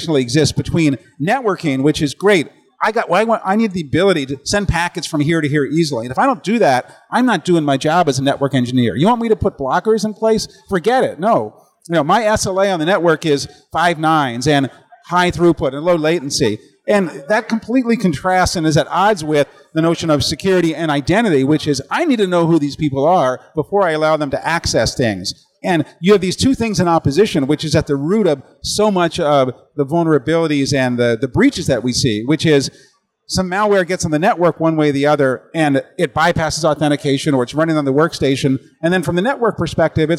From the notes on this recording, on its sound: Recorded from the floor of RSA® Conference 2022